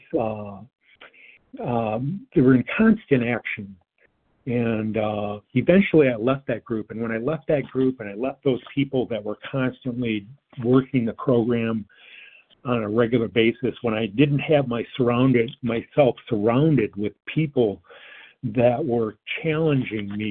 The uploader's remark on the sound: 100 Pounders Phone Meeting